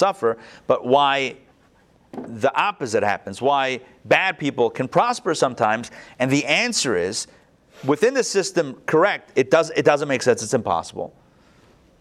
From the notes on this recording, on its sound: Recorded live at the Intown Jewish Academy on July 25, 2021